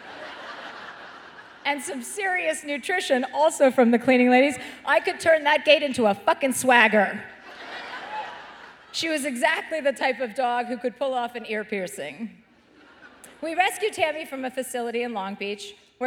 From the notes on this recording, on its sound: live in Chicago for a second show